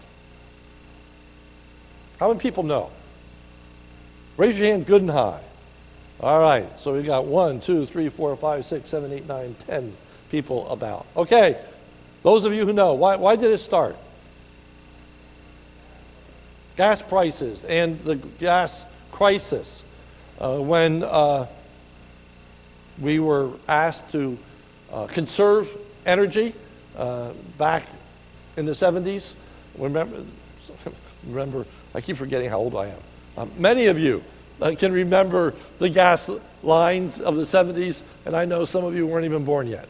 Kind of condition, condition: setting, large echoing room